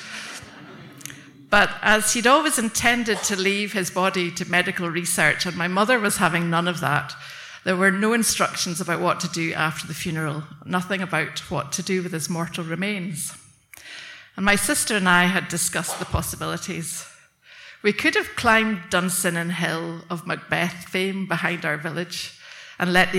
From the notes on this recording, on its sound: Tenx9 was back in Bangor. Tenx9 is a live storytelling event.